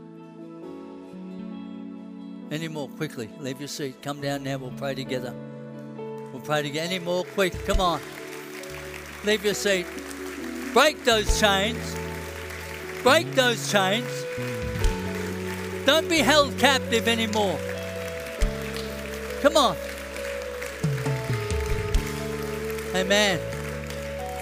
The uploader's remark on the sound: A message recorded at the Anointing Service at Vision Sunday